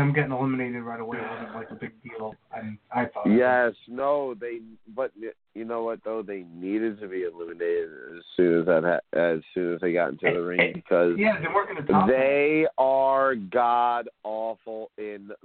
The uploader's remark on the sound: Patreon Call In Show